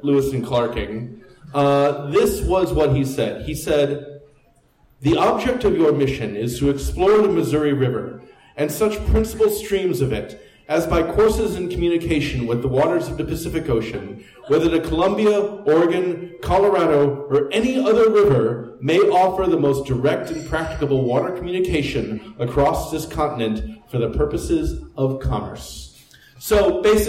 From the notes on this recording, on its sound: This live event was part of Stumptown Stories. 56 Live at the Jack London. This live event was part of Stumptown Stories, a monthly lecture series that focuses on Portland and Oregon history.